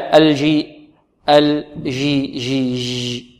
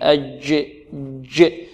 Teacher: هذه الجيم العربية منحبس فيها الصوت · Shown in: second take · Term: الشدة